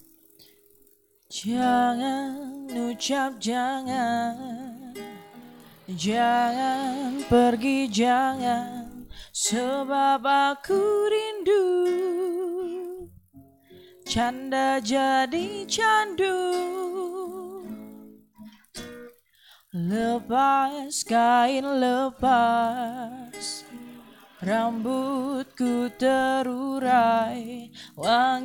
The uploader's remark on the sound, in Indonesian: Menyambangi Kopi-Yok untuk ngobrol LIVE. Ada 4 lagu yang dibawain sambil ngobrol santuy malam itu.